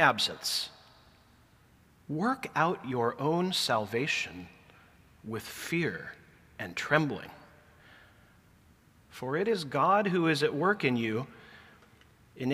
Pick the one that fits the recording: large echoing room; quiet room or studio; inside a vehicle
large echoing room